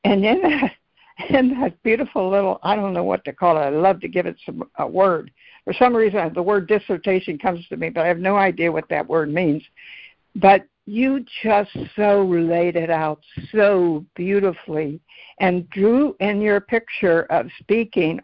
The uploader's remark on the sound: ACIM Daily Conference Call